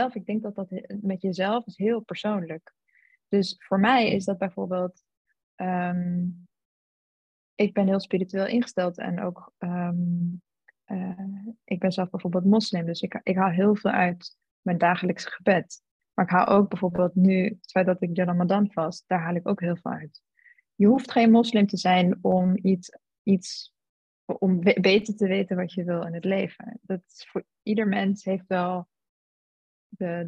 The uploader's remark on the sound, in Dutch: Deze aflevering speelt zich online af via zoom.